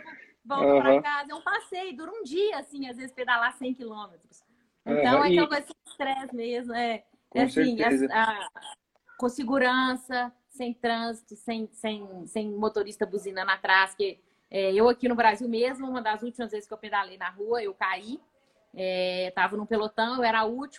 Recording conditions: video call